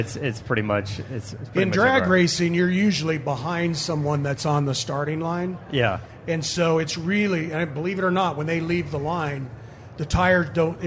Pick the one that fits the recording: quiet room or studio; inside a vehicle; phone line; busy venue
busy venue